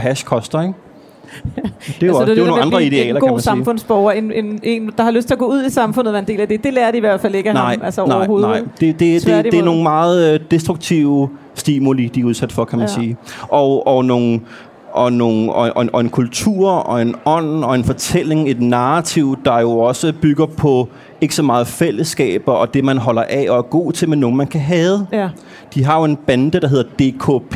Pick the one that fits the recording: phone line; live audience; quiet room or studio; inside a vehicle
live audience